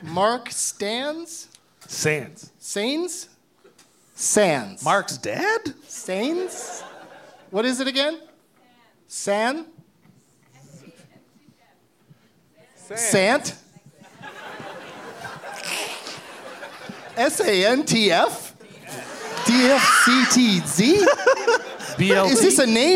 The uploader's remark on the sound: Live from the Rio Theatre in Vancouver BC